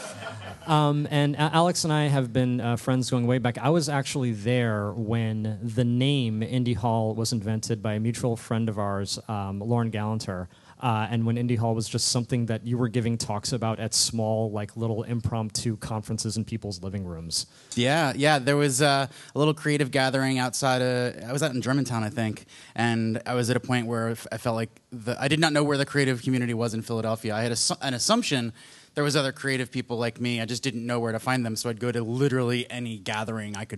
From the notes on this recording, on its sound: Live from the Philadelphia Podcast Festival